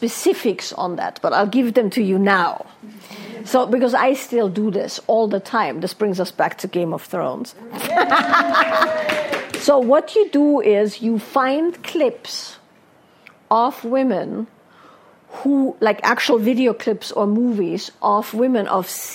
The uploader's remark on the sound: a live Q&A from a recent Wild Woman's Way event in Ojai, California